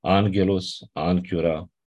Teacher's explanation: Gamma înainte de gamma, kappa și hi sau x se pronunță n